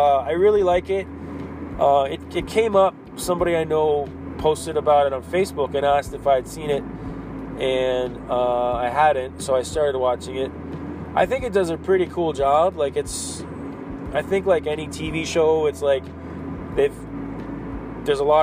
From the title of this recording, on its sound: Driving and talking...